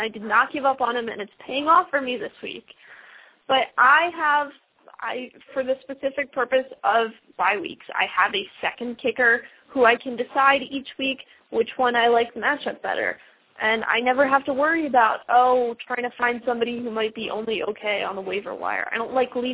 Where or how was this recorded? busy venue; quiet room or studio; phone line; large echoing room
phone line